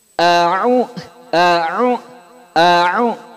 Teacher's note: Hamzah sama Ain dua-duanya ditenggorokan, Cuman beda tempat. Hamzah di bawah, Ain agak di atas di tengah.